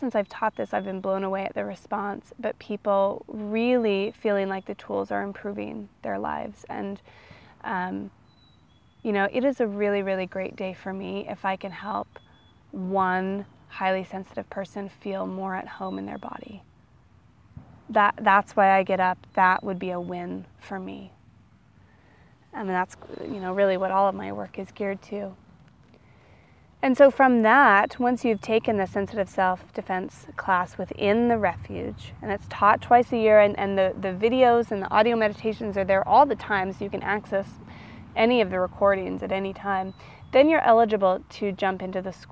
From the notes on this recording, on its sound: I recorded this one outside so you also get the benefit of all the twitterpated birds in the background.